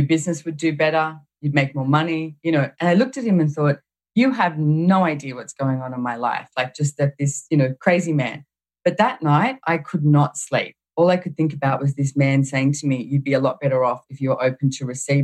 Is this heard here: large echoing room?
no